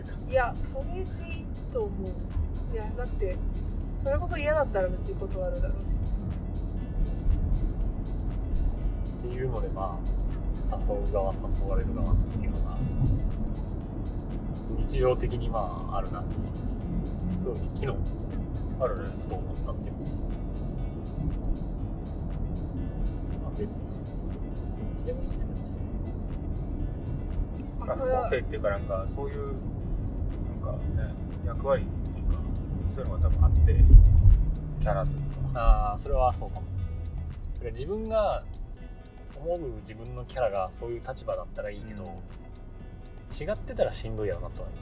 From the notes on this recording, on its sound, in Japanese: 車内で録音したので音質悪めです